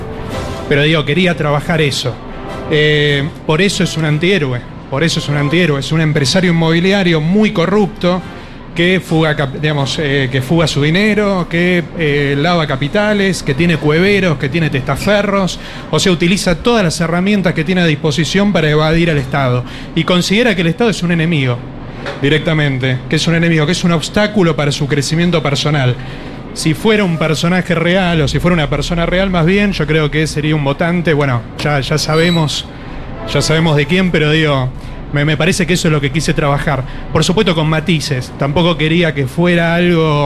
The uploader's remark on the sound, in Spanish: Entregamos en vivo desde YUNTA BAR, el 4to Premio de NOVELA FUTUROCK 2023.